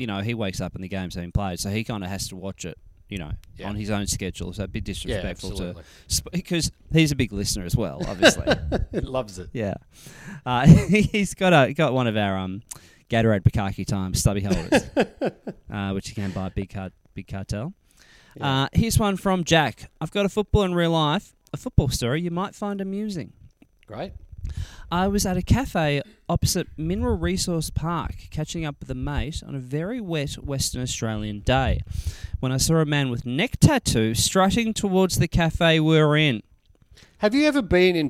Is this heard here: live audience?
no